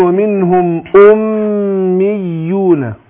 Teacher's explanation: طيب عندنا أميون، أقول ومنهم أميون، احنا عندنا الميم مشددة هتاخد غنة حركتين